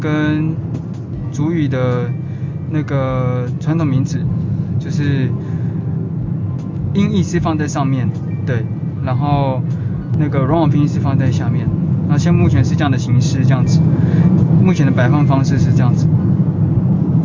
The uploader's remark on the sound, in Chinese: 開車的路上。抱歉雜音很多～因為出門時突然靈感想乍現，就直接錄了～。